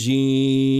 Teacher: في تفخيم الراء الرجيم من غير مبالغة